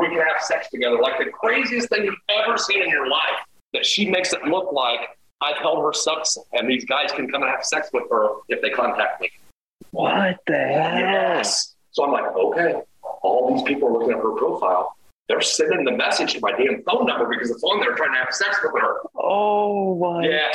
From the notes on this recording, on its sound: Please excuse the audio issue with this episode.